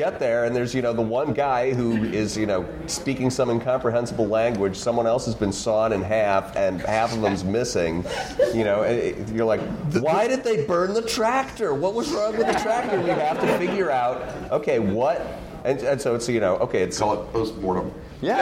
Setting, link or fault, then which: setting, live audience